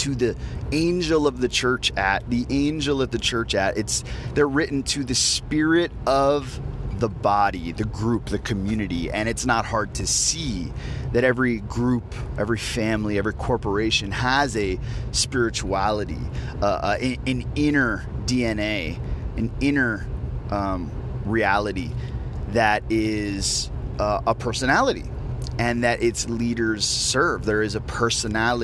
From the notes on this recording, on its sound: As I was driving to a friend's house this morning, I decided to record my thoughts while processing what prayer is.